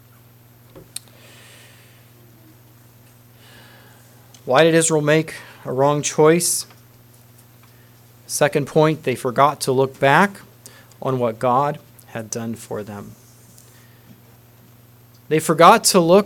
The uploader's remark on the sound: Message preached at Word Of Hope Mennonite Church